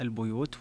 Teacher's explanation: قرأ بضم الباء البيوت ورش وأبو عمرو وحفص وأبو جعفر ويعقوب، وقرأ بكسر الباء البيوت، وذلك في جميع القرآن: قالون وبن كثير وبن عامر وشعبة وحمزة والكسائي وخلف.